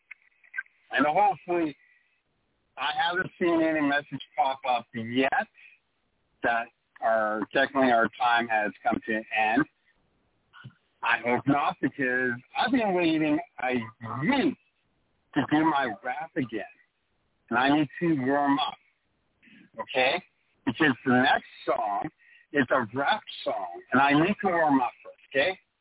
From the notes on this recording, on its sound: Taking your phone calls and chat quests/comments.